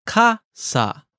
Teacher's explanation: Okay, the word umbrella is kasa. It goes from high to low, ka-sa. But the umbrella department, because it's connected with another word, it goes from low to high and back to low at the end.